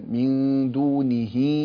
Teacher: فلا تقل مثلا من دونه أولياء، أنت قلت دونه يعني شوية كأنه إمالة وليس كأنه كسر، فلا بد أن تكسر النون وأن تكسر الهاء كسرا كاملا. من دونه، لا تقل دونه هكذا.